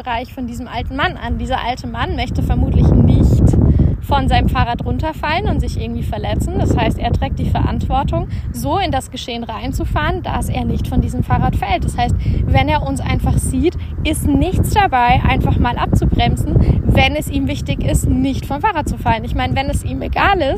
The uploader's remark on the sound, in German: live aus der Natur